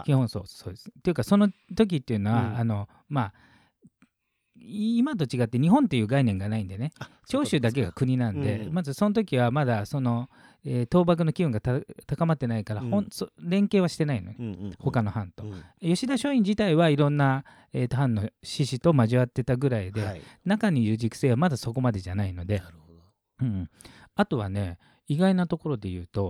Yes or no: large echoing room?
no